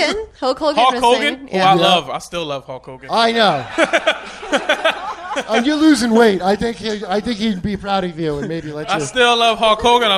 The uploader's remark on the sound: LIVE from Skankfest at the Creek and the Cave.